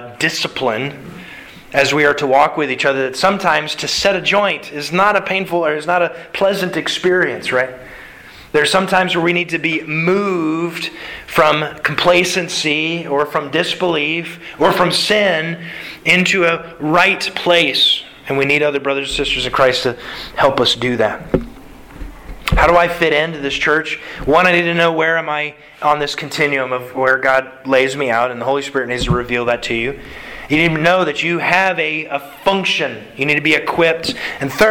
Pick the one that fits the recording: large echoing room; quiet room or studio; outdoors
large echoing room